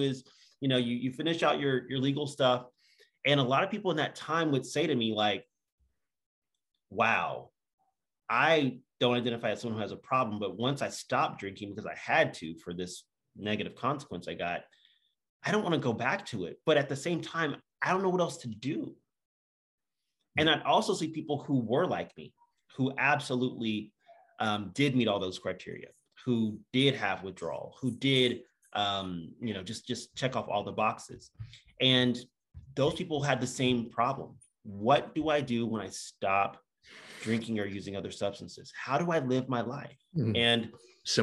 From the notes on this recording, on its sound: From Raleigh, NC & Austin, TX on Zoom.